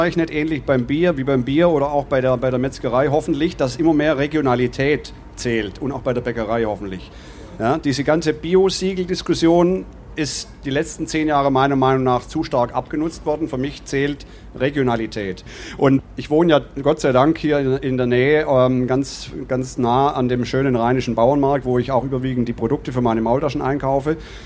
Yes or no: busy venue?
yes